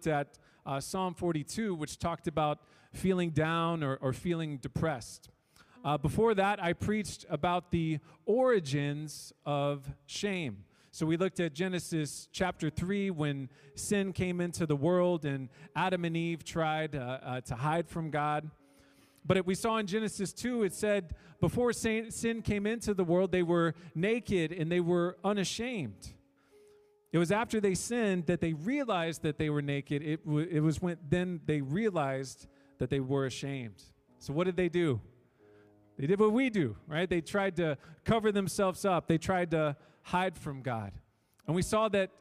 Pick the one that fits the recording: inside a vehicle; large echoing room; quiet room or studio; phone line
large echoing room